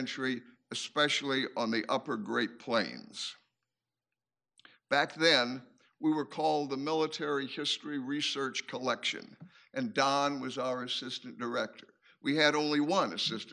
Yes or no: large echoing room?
yes